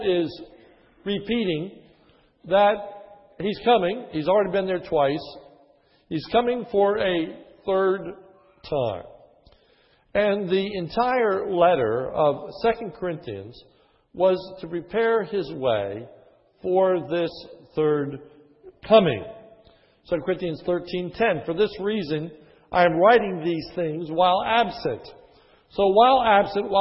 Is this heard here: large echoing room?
yes